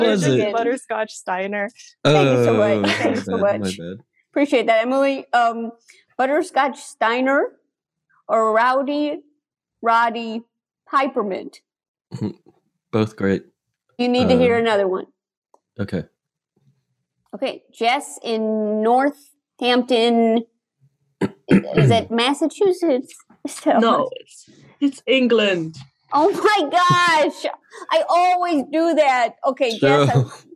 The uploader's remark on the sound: Play listener-created games with callers via Zoom!